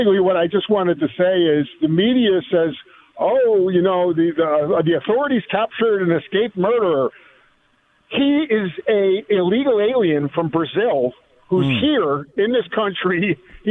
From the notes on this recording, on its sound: take some phone calls